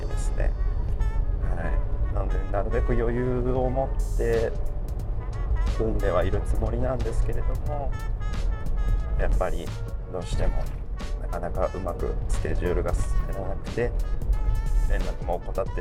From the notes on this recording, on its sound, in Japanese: 今回は気分を変えて外で収録をしています。